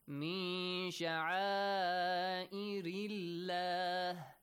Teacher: The word Allah, the letter lam in the word Allah must be pronounced lightly.